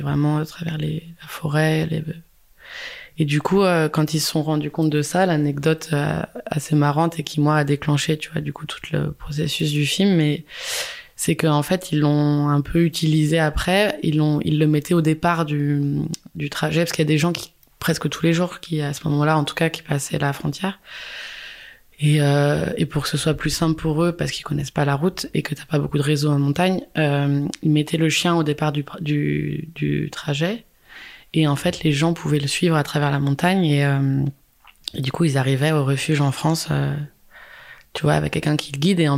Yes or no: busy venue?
no